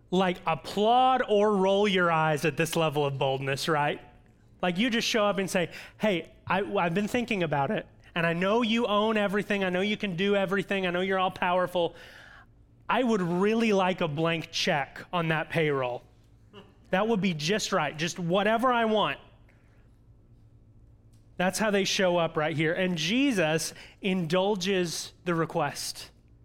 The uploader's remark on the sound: audio from New City Church in Champaign-Urbana, IL